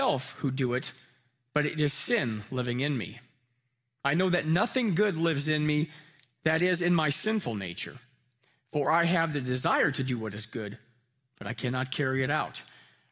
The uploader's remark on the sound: Live from our Celebration Ministry Center